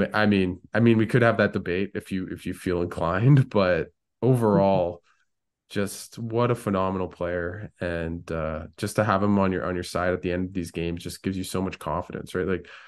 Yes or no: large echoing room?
no